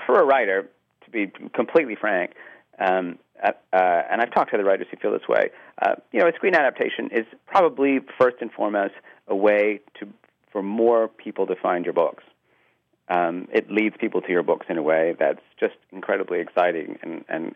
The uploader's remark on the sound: speaks via phone